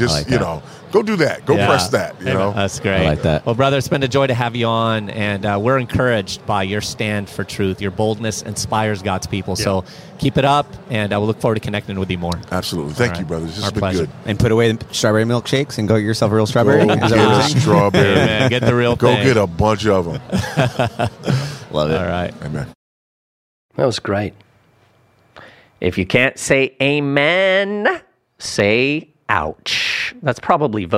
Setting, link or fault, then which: setting, busy venue